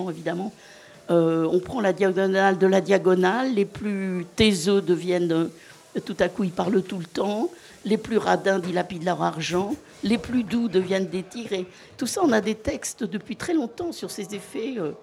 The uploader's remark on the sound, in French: En direct du festival BU